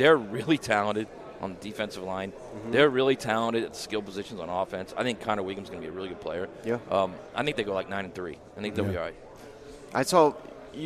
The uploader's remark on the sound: live from 2023 SEC Media Days in Nashville Tennessee